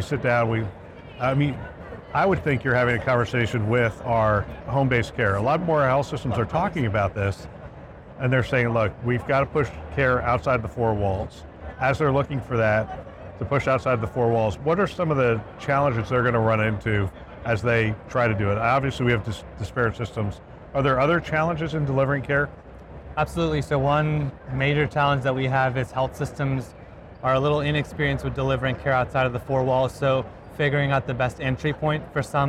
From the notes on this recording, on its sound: An Interview in Action live from HIMSS 2023.